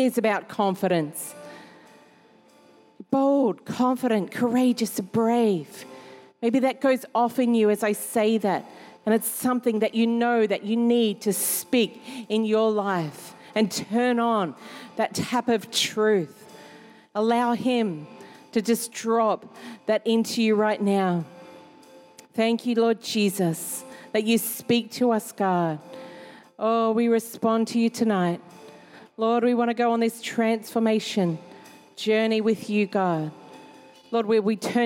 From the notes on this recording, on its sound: Recorded during our 5pm service